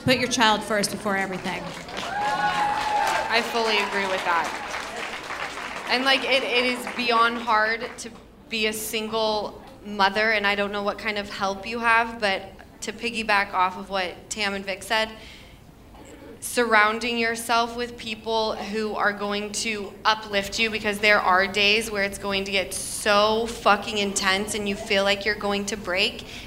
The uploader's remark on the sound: Live From The Improv.